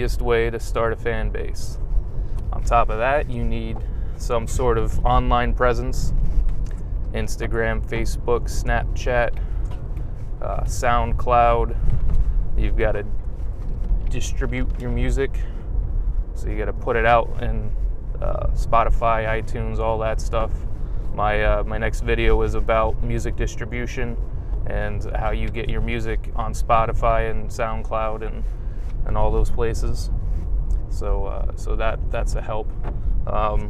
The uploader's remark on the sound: This episode is apart of a series called morning rants, where I talk about my ideas while driving to my day job.